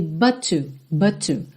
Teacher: A gente tem uma palavra que termina em T e outra palavra que começa em T. A gente tem o resultado final de um T só no som